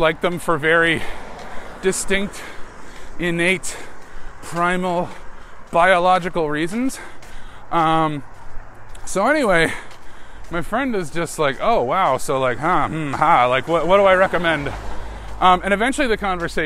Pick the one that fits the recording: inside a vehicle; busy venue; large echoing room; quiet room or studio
inside a vehicle